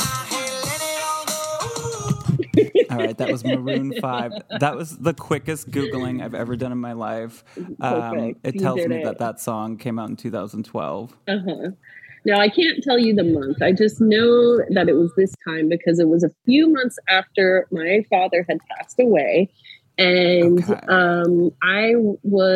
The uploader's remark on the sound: Listener Phone Call Extravaganza